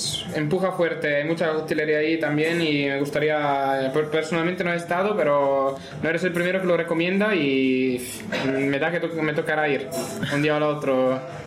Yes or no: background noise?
yes